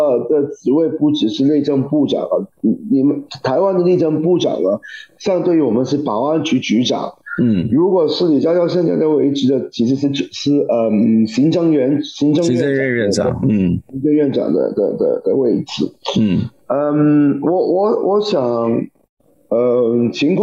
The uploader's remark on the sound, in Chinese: 本集節目以線上訪談進行，音質會較不穩定，盡請見諒！